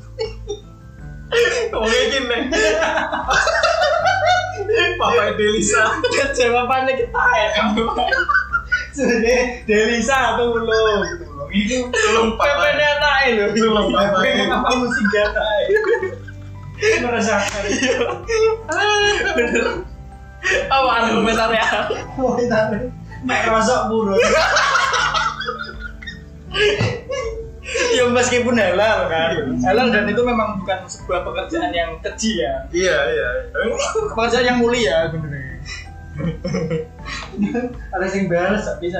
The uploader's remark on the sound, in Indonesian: Mohon maaf untuk pertama kalinya kami mengalami kesalahan teknis dalam perekaman audio.